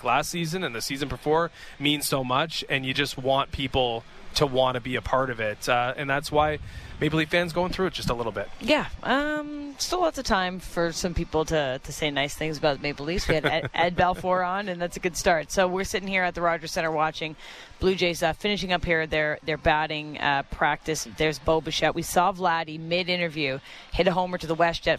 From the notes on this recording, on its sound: Live from the Rogers Centre